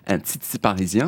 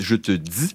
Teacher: Vous avez donc sans doute remarqué que quand ils parlent, on entend les Québécois, on entend assez vite qu'ils sont Québécois, en particulier parce qu'ils mettent souvent des S après les T et des Z après les D. Ils disent par exemple un titi parisien au lieu d'un titi parisien, et ils disent je te dis au lieu de je te dis.